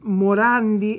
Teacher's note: the R between the two vowels, the O and the A, is not rolled, but flipped, which is an Italian rule.